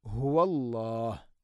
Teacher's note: ഹുവല്ലാഹ്, നേരത്തെ പറഞ്ഞതുപോലെ ഹ ഇൻ്റെ ഉച്ചാരണം ശ്രദ്ധിക്കണം, തൊണ്ടയുടെ താഴേ ഭാഗമാണ് ഹ